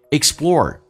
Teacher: 嘴巴凸出来收圆，在美式需要重度卷舌